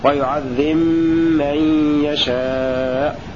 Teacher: وقرأ قالون وأبو عمرو وحمزة والكسائي بجزم الباء وإدغامها في الميم